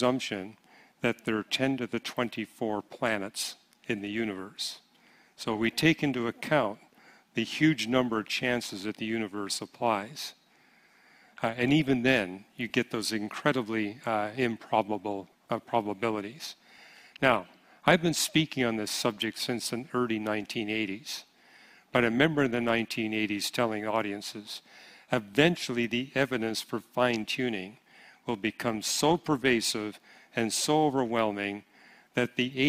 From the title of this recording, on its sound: Q & A Session Pt 3 – 2023 Apologetics Conference